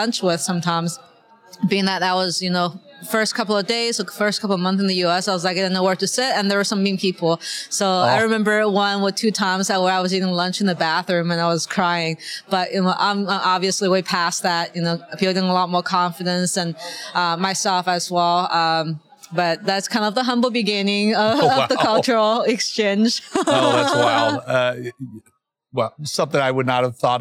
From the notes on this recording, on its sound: 2023 NWA Tech Summit Live. Featuring live-recorded conversations at the 2023 Northwest Arkansas Technology Summit with the thinkers and doers shaping the future of global tech in Bentonville.